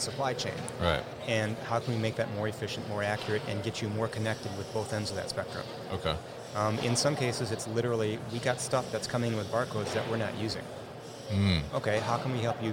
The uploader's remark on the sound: Barcoding at MODEX 2020